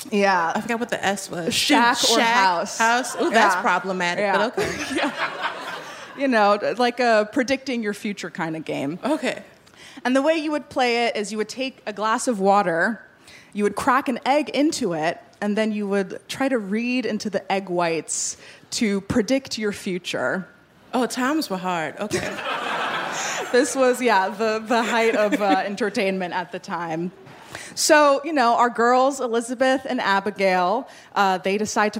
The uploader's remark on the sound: In our very first LIVE show.